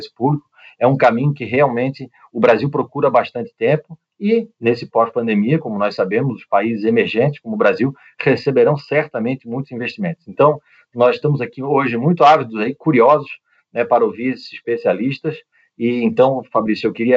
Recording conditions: video call